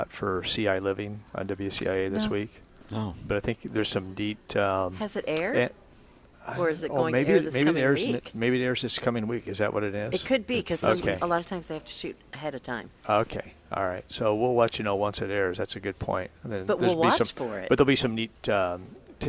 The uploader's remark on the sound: Live at Prairie Gardens 12-8-18